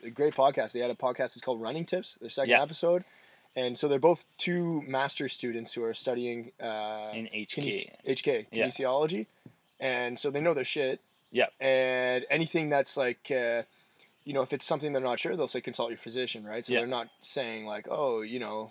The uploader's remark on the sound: The boys are live from Marten River Provincial Park.